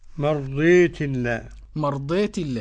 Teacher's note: قرأ مرضاتي بالإمالة الكسائي، مرضيت الله، مرضيت الله، التاء مفتوحة ليقف عليها بالهاء، مرضي مرضي، وفي الوصل يميل أصلا.